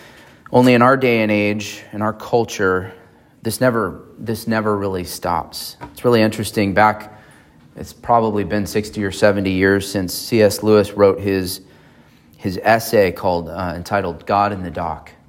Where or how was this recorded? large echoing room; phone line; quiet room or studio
large echoing room